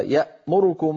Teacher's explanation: بين أزمنتها فلا يخطفها فيقول يأمركم هكذا يأمركم، فإن فعل ذلك فقد اختلس ضمة الراء بمعنى أتى بها سريعة مقصورة الزمن أكثر مما جاورها · Term: الاختلاس